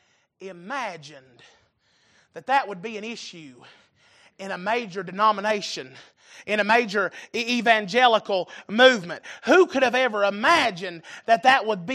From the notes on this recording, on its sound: Recorded April 5, 2023 - Wednesday Evening Service